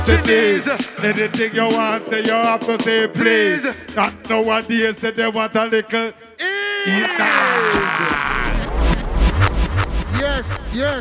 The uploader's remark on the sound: Here is the "live " recording of the … Launch Party. On the …!